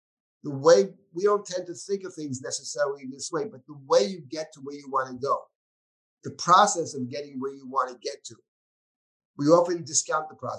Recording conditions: video call